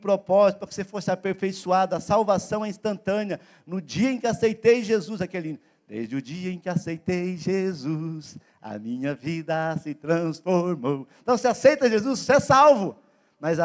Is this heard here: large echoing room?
yes